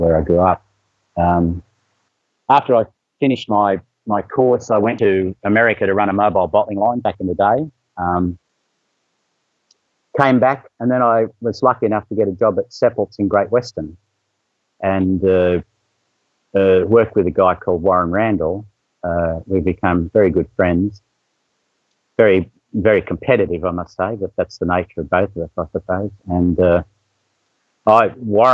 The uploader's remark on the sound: This conversation was recorded between an absolute gentleman in his late 60s, in the outback, with dodgy internet (next to a place he calls 'Bogan Bay') in the middle of a cyclone, and a questionable gentleman in his late 30s, 10,000 miles away, recording on a cheap laptop with literally no training. The sound quality isn't amazing but stick with it - it gets better.